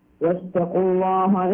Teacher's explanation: الله هنا لفظ الجلالة تفخمت لأنه غلظت لام لفظ الجلالة لأنها سبقت بالضم